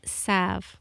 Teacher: And there is an L sound. It's just really faint. · Term: soft L